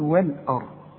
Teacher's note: اللام انت خدتها قبل كده انها مرققه دائما، هنقول وال آ، وال آ. الراء هي المفخمه عشان قبلها مفتوح